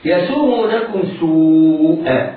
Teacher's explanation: الواو هنا حرف مد بعدها همزة متطرفة في نفس الكلمة فهو مد متصل